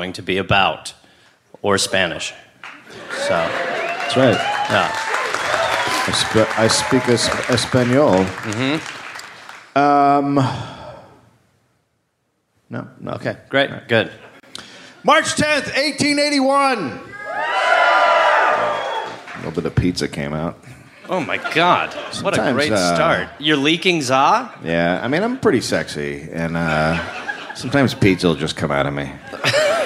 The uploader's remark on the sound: Live in Canberra